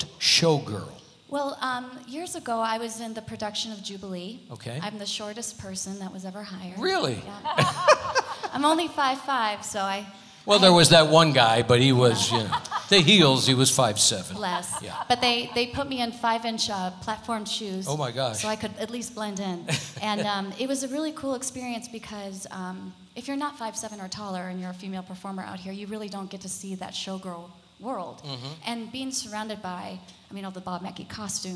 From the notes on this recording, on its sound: Live at the SouthPoint Casino